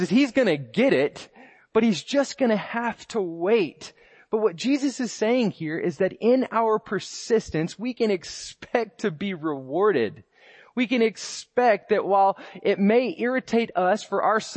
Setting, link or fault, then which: setting, large echoing room